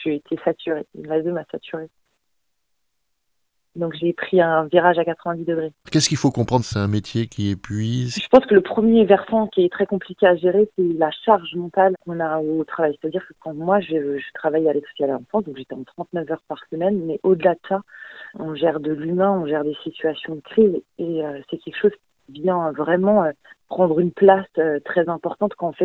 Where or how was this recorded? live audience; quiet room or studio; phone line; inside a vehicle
phone line